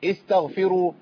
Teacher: مفيش غين طلعت خالص، انا كده انتقلت من التاء الى الفاء على طول